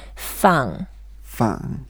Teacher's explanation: 放 is the first word that means to release, to set free. It's a fourth tone, so we go down.